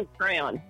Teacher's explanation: It's a crayon, but the on is not emphasized.